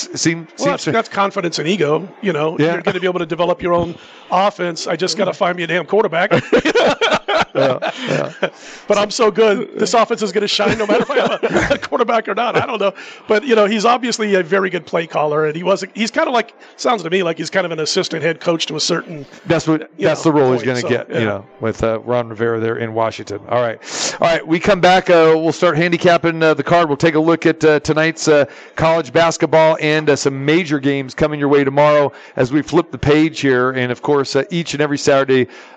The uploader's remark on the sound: Live from the Superbook at the Westgate Las Vegas.